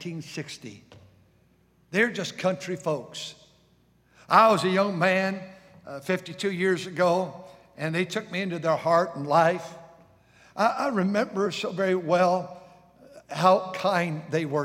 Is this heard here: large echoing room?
yes